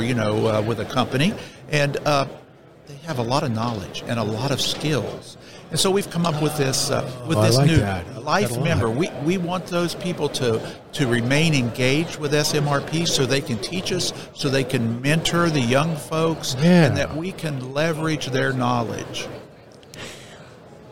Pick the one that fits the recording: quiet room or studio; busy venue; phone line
busy venue